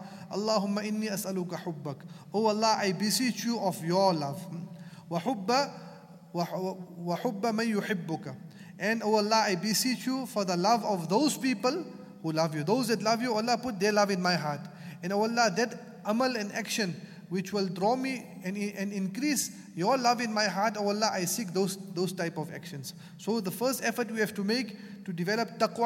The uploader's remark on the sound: at the Houghton Masjid (West Street)